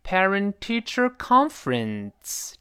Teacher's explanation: 这个 conference，这个 con 一般读得最高。那咱们回到文中，所以你看这句话的语调都成，So you missed the parent teacher conference thisevening。这个句子里面这个 conference，这个 con 也是读到了一个音调上，一个高潮。这个 parent 读得还相对低一些，teacher 已经声音有点往这儿扬了，就是为迎接后面更高的一个 con